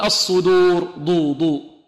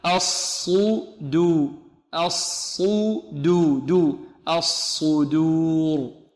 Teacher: بل نفخم الصاد وننعم الدال ونخلصها من الصاد · Shown in: second take